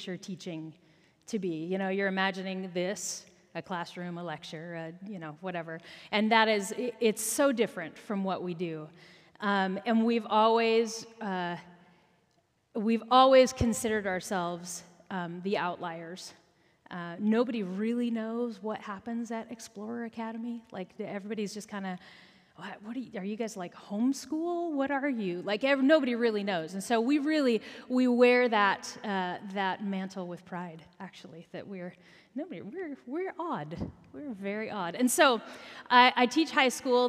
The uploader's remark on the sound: Recorded at our Sunday Gathering on October 15, 2023 in Port Orchard WA.